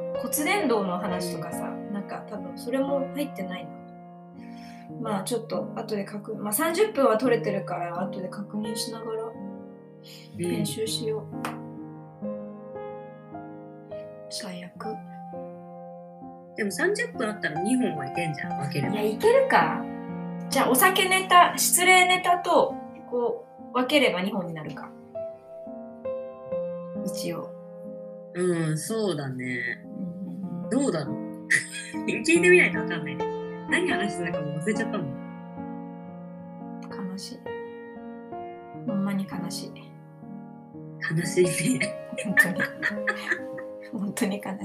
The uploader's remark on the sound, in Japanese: 実はこの話のハッピーエンドな続きがあるのですが収録が切れてしまって配信できず。